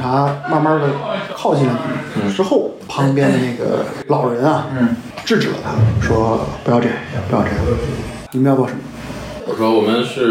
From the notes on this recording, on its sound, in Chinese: 因为这次跑团时录制的设备并不专业，再加上环境和大家散座的位置，音质会比较差，调试之后改善不大。